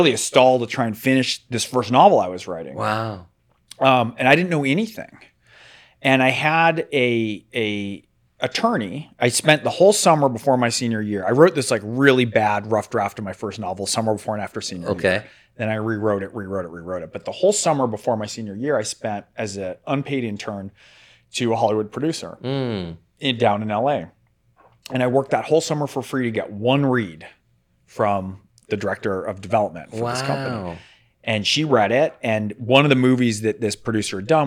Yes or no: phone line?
no